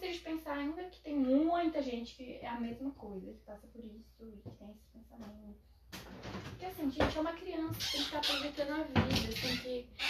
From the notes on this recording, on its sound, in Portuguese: Fiz esse ep de tarde. Desculpem pelos barulhos.